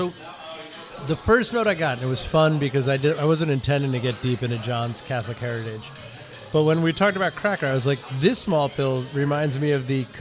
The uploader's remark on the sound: We’re hitting this road this week for the first of four Philly shows recorded last week at Human Robot’s new spot along the Schuykill River.